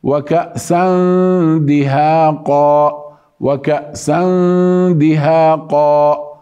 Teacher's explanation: هنا خرجت غنة مع التجهيز للحرف الذي بعدها من غير نون، هذا إخفاء